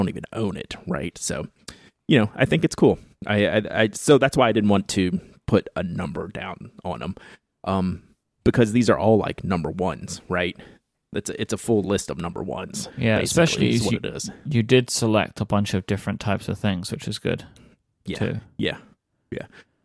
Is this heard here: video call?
no